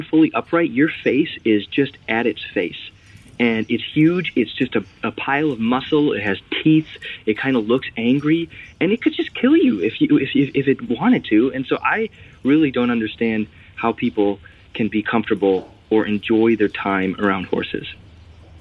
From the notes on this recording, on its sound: A 23 year old listener who called in to us from the Minnesota/North Dakota border.